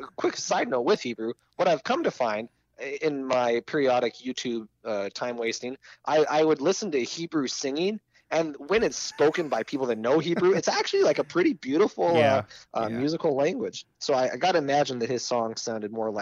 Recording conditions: phone line